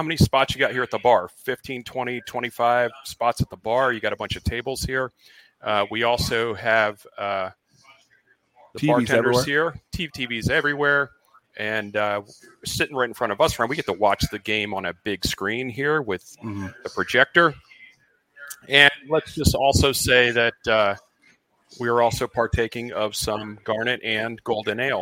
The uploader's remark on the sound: Gameday LIVE from Fishweir Brewing Company. LIVE from Fishweir Brewing Company in Jacksonville.